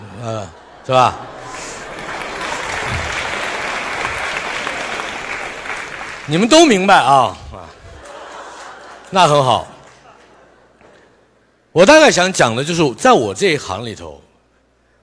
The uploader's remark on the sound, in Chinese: 一席现场